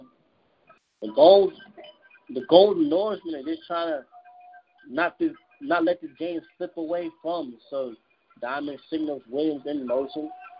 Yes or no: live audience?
no